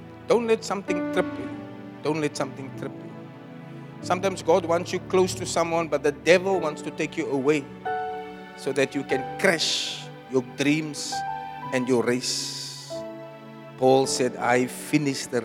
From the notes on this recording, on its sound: Preached at Zion Sanctuary, Cape Town